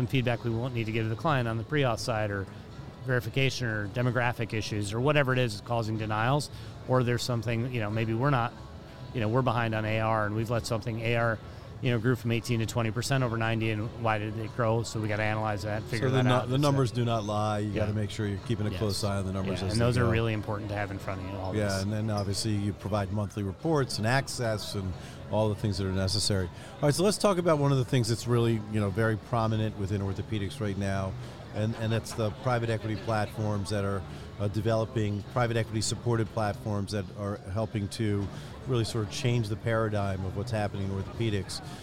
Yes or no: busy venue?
yes